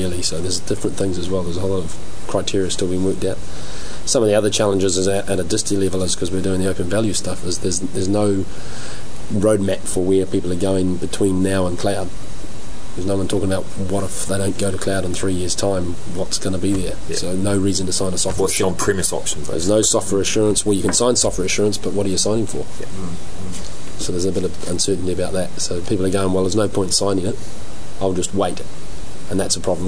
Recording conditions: busy venue